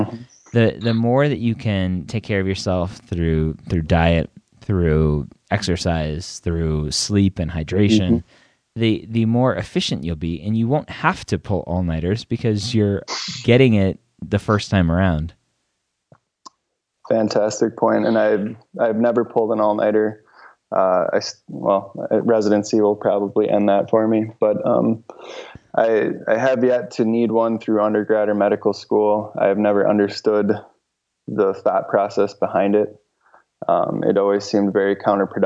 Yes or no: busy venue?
no